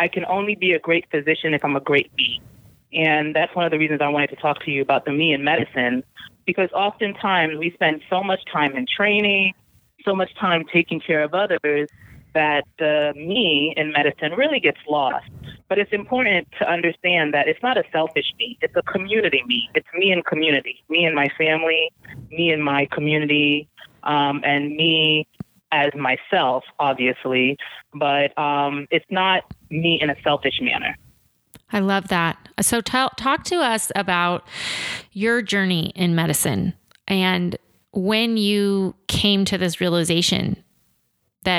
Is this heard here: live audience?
no